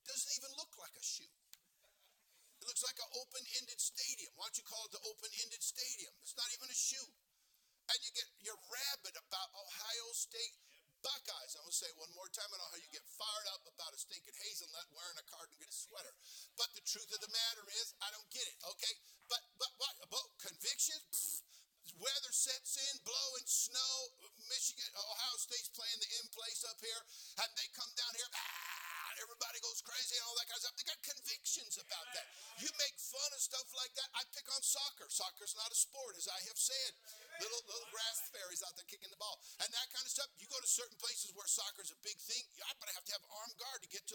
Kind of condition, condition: setting, large echoing room